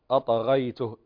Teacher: فالطاء هنا من حروف القلقلة، فيضطرب المخرج عند النطق بهذا الحرف حتى تسمع لها نبرة. وهنا القلقلة طبعا لأنها وسط الكلمة فهي قلقلة صغرى، أطغيته. · فهنا القلقلة، فالطاء هنا من حروف القلقلة، فيضطرب المخرج عند النطق بهذا الحرف حتى تسمع لها نبرة. وهنا القلقلة طبعا لأنها وسط الكلمة فهي قلقلة صغرى